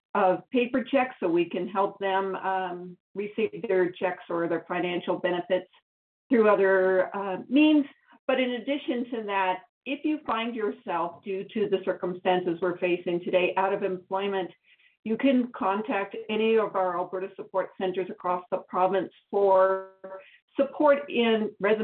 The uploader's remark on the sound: Wildfire Evacuee Information Telephone Town Hall. Albertans evacuated due to the wildfires are invited to join a nightly telephone town hall for situation updates and answers to questions.